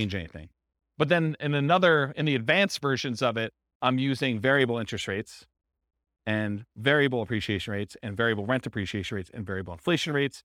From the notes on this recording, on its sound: This was a live class recorded